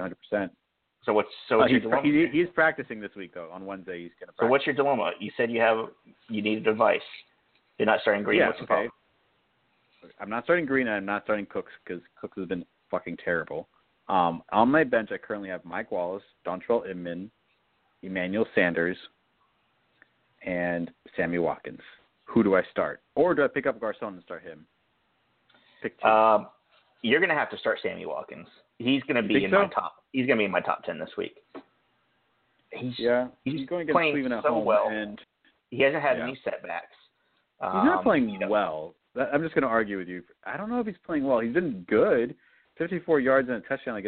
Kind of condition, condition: link, phone line